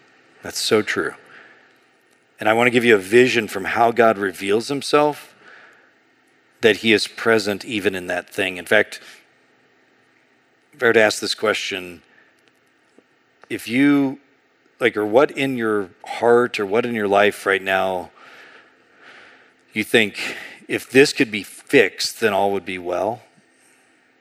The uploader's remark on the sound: A sermon on Exodus 3:1-14 preached in June 2023 at Sojourn East